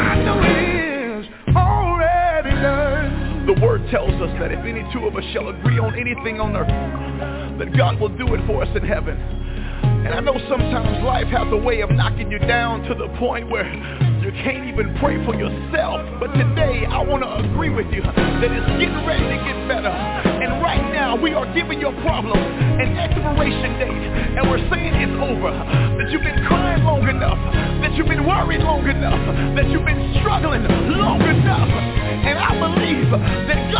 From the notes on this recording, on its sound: TNTSuperfantastic Conference Call.